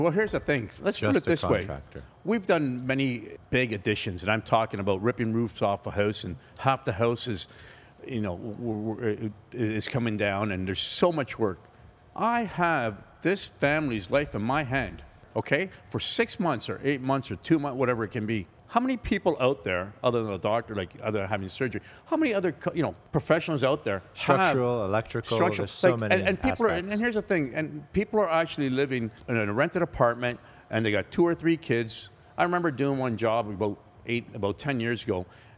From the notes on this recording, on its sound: We are back at the R Club recording another great podcast